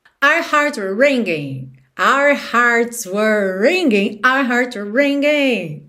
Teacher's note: Esse were tá muito reduzido. É só para ligar mesmo.